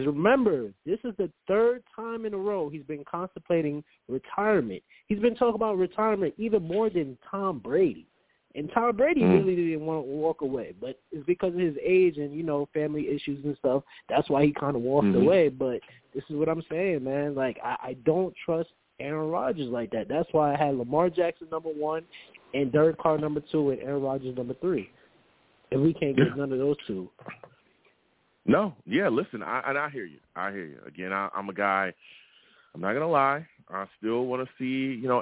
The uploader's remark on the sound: Live at 7pm eastern. I take live callers!